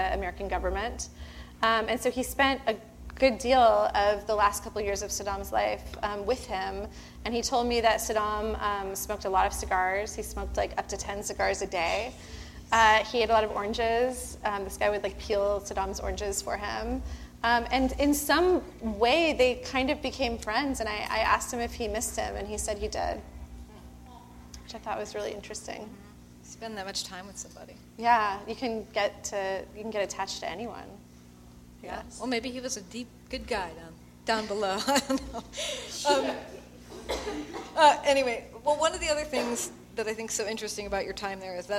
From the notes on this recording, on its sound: before a live studio audience